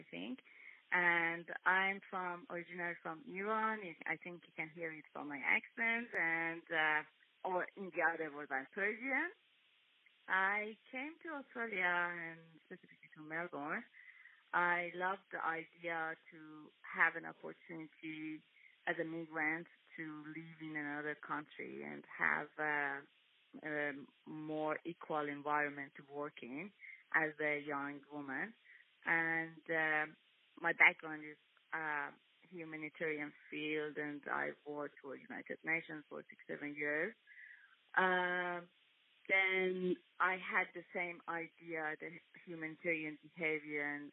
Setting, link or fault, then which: link, phone line